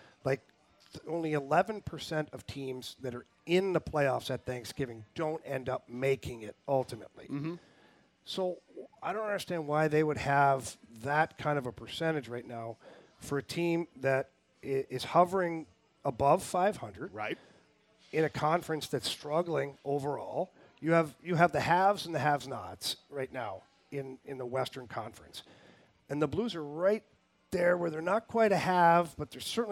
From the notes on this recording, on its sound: LIVE TAPING AT TWIN PEAKS.